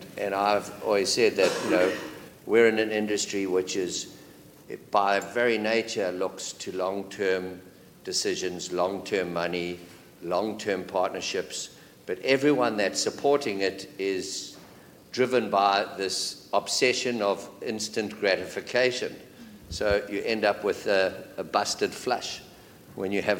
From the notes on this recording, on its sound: This exclusive interview was recorded live as a "fireside chat". At The Northern Miner's Canadian Mining Symposium held at Canada House on Trafalgar Square in London, U.K.